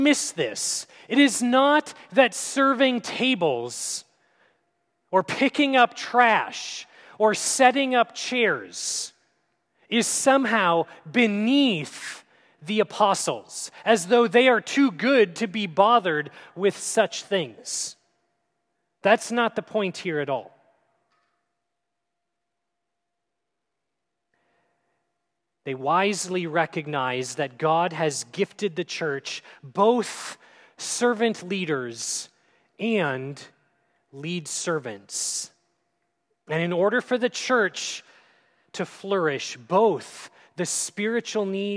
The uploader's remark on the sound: at Grace City Church in Fargo, North Dakota